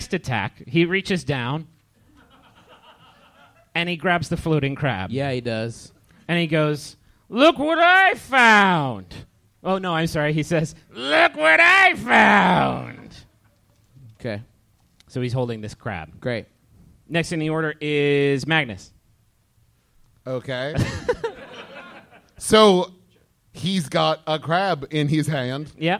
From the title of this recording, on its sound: Live in Los Angeles!